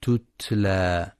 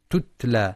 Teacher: ينتبه القارئ لهمس وشدة التاء تتلى، فلا يقرأ تتلى بترك صفاتها · Shown in: first take